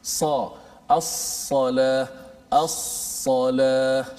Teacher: terangkat lidah uh, menutupi langit-langit semasa menyebutnya · Term: itba